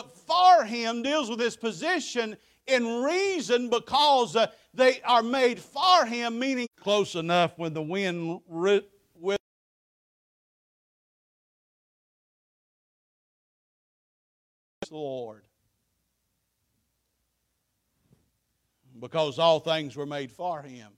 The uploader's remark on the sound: Preached at Faith Baptist Church 9/17/23